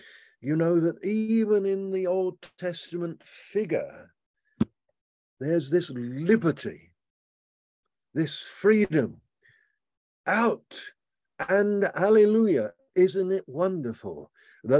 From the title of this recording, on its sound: Malaysia Meets (Zoom)